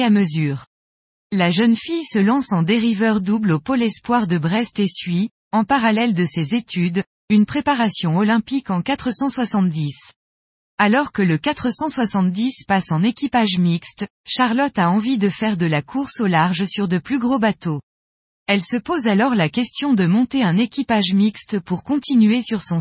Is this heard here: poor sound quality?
no